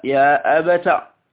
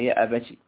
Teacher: وهي بفتح التاء يا أبت لأبي عامر وأبي جعفر كذلك، والباقون بكسرها بكسر التاء يا أبتي